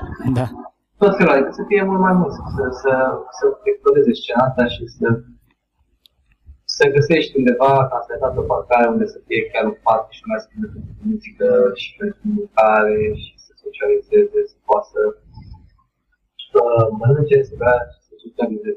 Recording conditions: video call